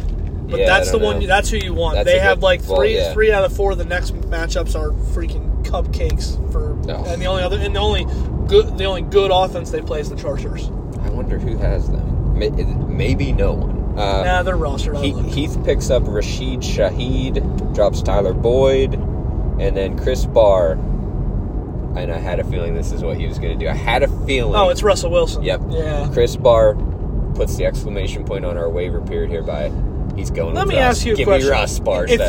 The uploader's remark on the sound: A whole buffet of an episode, live from the rolling studio.